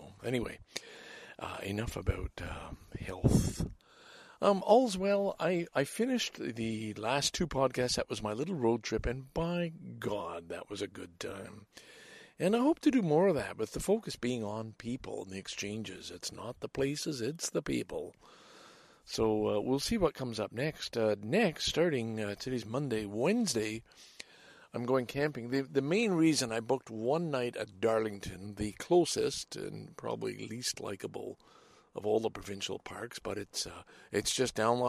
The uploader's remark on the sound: enjoys time to read and reflect at nearby Darlington Provincial Park in this longer than usual clearly unedited episode